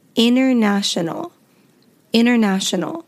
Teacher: So the inter becomes inner. International becomes international. · Term: silent T